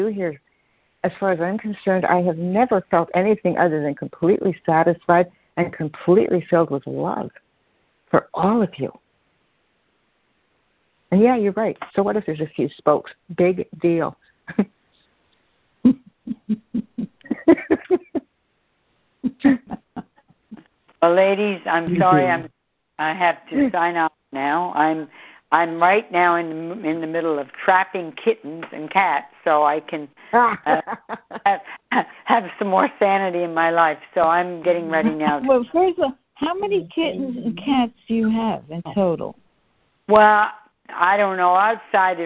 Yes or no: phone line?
yes